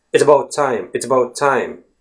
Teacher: So the letter A almost disappears. It's as if it's not even there. · Term: schwa sound